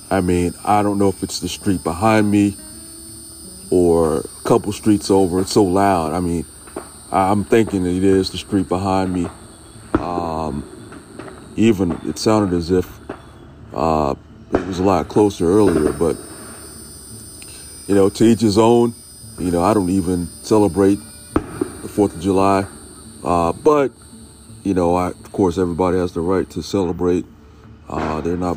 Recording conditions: sounds in the background